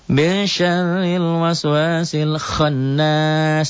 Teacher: Dibaca double, dengung ke hidung, ditahan. 1 alif sampai 1 alif setengah. · Term: gunnah